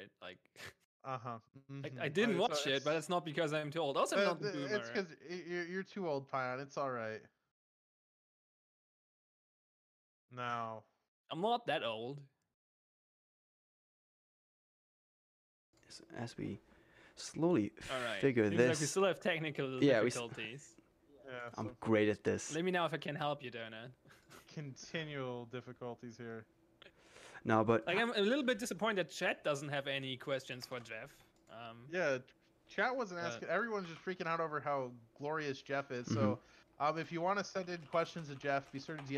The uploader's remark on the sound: We are aware of the quiet audio and working to resolve this ASAP.